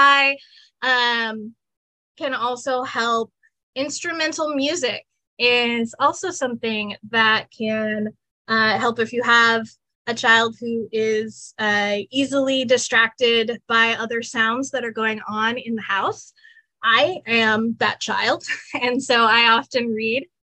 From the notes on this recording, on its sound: Webinar Recording.